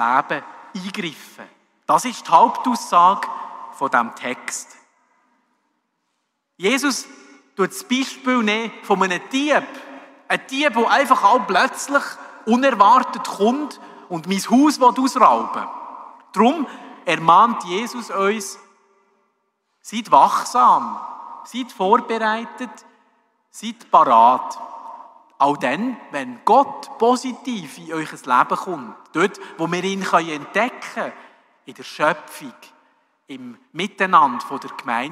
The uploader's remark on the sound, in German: bei der Hubertus-Messe 2023 in der Pfarrkirche in Bellach